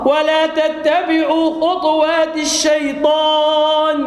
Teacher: نحن نقرأ بإسكان الطاء